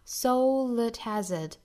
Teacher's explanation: soul 尾音的话呢舌侧音 l,和后面的 at 元音啊，一连读的话呢这个 l 变成了 let,并且 let 不要读成了 at,要把它弱读下来啊 soul at hazard, soul l 是元音 a, soul at hazard 同样是击穿啊，所以说呢这里面我们就看到三个 h 音的击穿了。